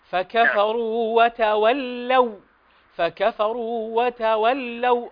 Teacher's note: أظهر تشديد وفتحة اللام